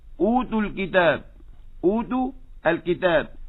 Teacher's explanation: من يمنع همس التاء تنقلب إلى دال صورة عكسية.